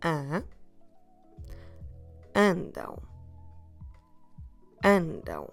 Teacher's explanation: you stress not that last syllable, but the one before